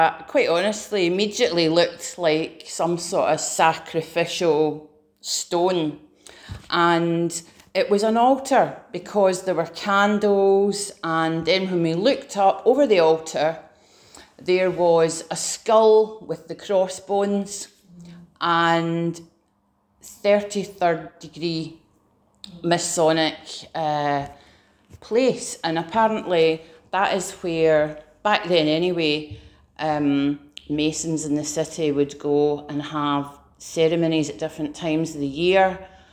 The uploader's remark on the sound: Preached at Remnant Army Rising